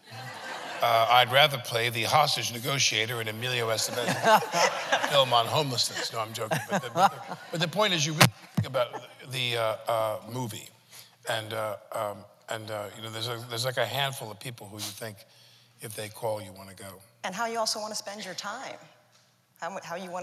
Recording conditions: live audience